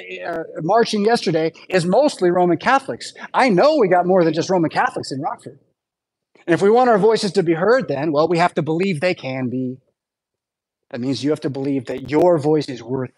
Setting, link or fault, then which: setting, large echoing room